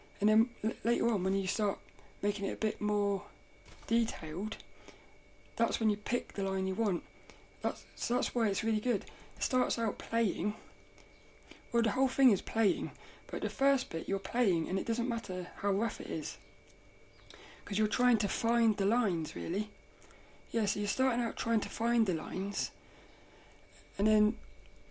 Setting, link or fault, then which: fault, sounds in the background